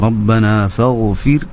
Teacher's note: الكسر والتفخيم في الغين لابد تنتبه له